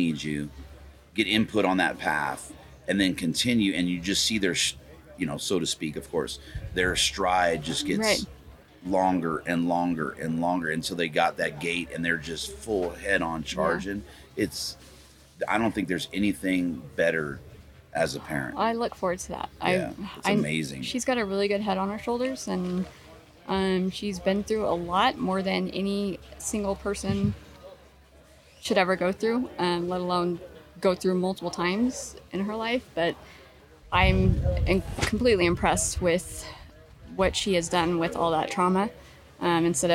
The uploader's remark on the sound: Live from Mountain Archery Fest.